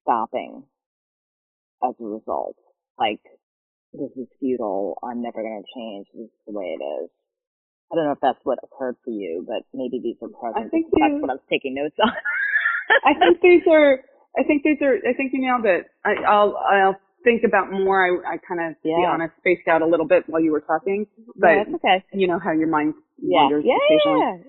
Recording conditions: poor sound quality